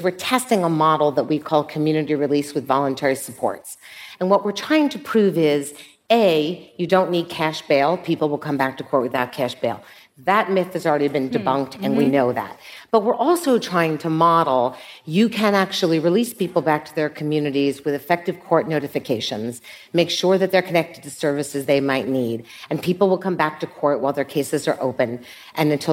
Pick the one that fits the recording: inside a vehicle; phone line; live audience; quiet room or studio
live audience